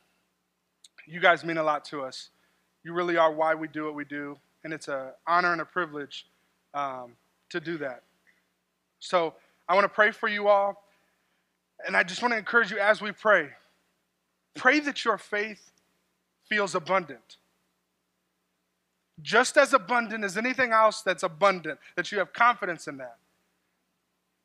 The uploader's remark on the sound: This sermon was delivered on March 3rd, 2024 at Grace Church in Granger, Indiana.